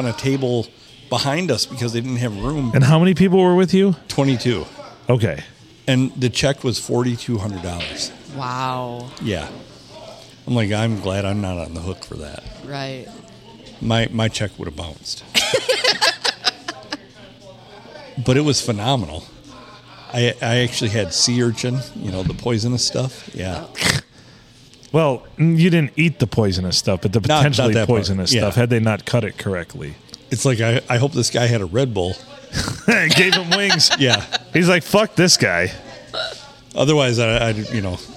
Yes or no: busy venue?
yes